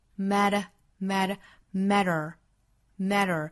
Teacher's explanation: matter 这个词在美音之中，t 是发弹舌音的